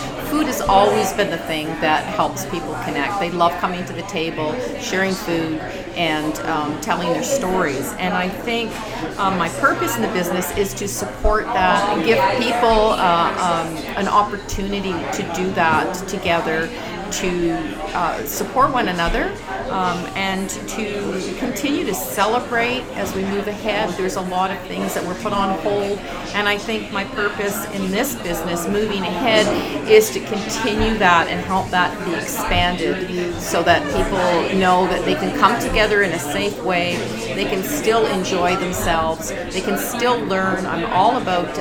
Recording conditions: busy venue